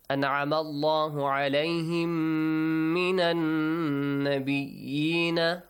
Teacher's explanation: Extend the sound, okay? And also produce a nasal sound. This is called ghunna.